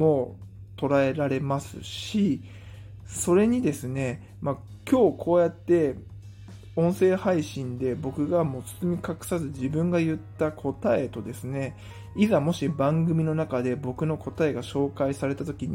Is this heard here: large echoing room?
no